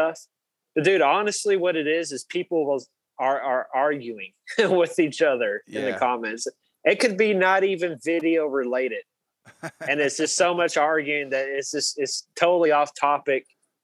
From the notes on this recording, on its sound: This week we do the podcast via Zoom.